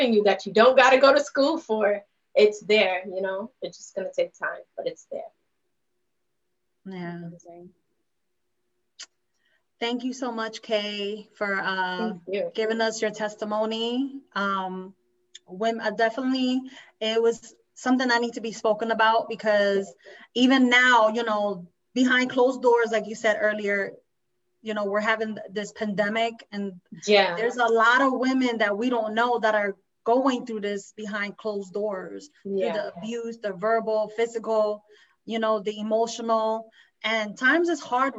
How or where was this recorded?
video call